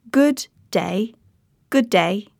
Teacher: 两个词听起来更像是被一个共享的辅音连接了起来